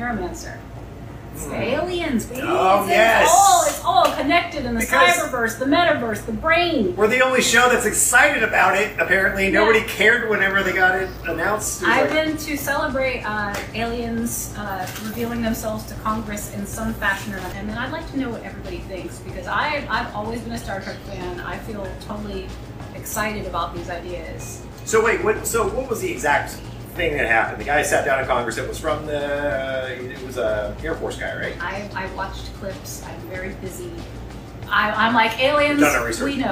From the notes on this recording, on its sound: We are recording LIVE from Vault 5421 inside Gods & Monsters in Orlando Florida